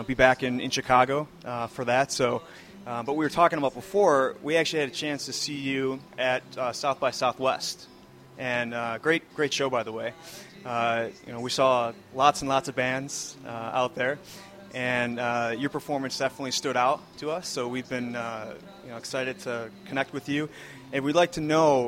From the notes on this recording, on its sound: live post-show fan interviews